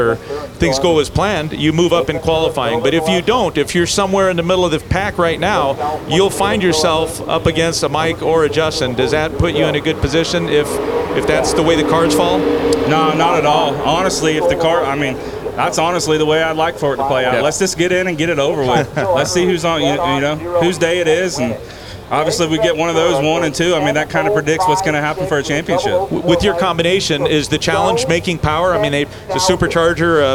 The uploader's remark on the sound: LIVE at Vegas.